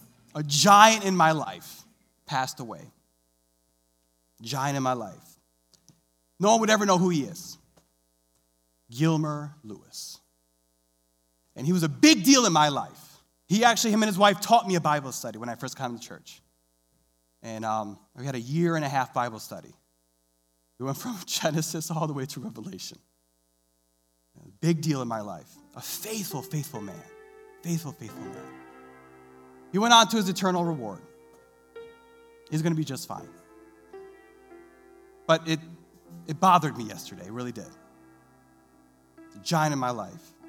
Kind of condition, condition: setting, large echoing room